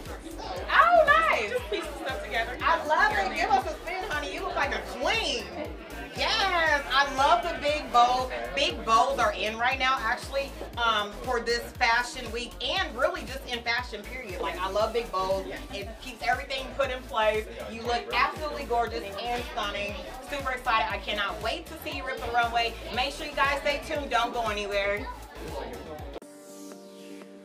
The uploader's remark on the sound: Live red carpet interview: Passion 4 fashion week edition.